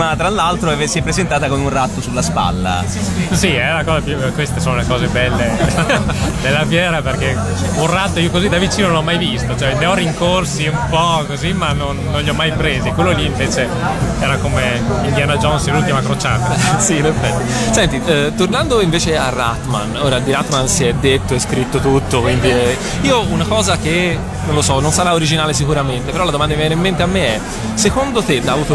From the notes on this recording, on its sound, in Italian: Da Lucca Comics & Games 2012 la nostra intervista